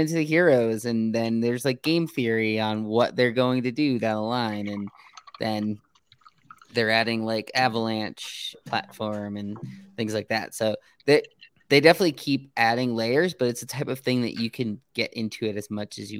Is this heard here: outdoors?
no